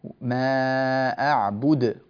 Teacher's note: ما أعبد، قلقل الدال